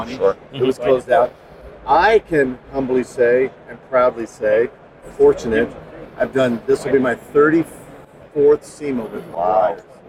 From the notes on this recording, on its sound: LIVE From The Racing Junk Booth. When you are hanging out in the Racing Junk booth, some cool folks stop by. The mics were set to on and the car talk took off. LIVE from the SEMA floor.